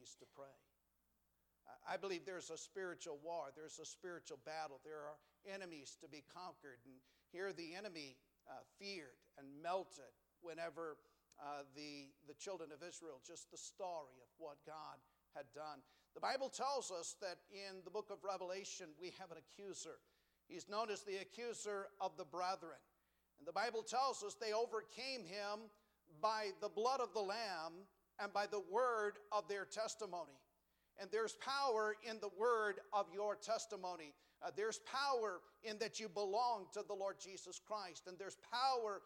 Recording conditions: large echoing room